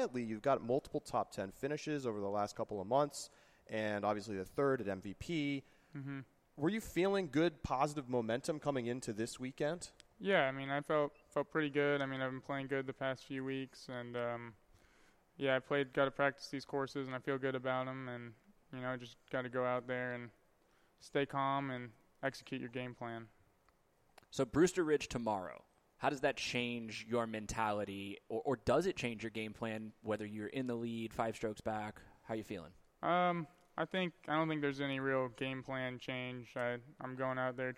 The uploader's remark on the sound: a LIVE edition of The Upshot podcast from Smuggler's Notch resort in Vermont, the site of the 2018 PDGA Pro Worlds